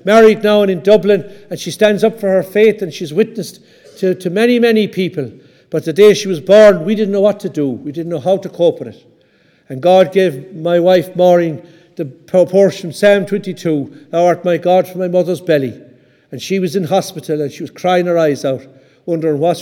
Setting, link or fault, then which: setting, large echoing room